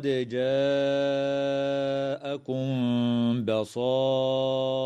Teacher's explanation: وتمد الألف قبل الهمزة في قوله تعالى: جاءكم بصائر، بمقدار 4 أو 5 حركات من قبيل المد المتصل · وتخفى الميم الساكنة عند الباء مع الغنة في قوله تعالى: جاءكم بصائر